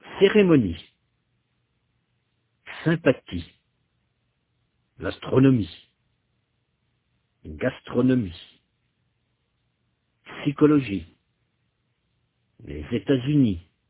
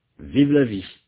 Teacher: Notez que le son « i » est fermé et long.